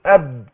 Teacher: الباء بتخرج من ايه من الشفتين